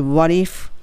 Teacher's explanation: what if はこれも what の t が l になって what if